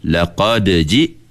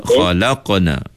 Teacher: huruf qalqalah yang mati di tengah kalimah. Itu dibaca dengan lantunan yang kecil · Term: qalqalah sughra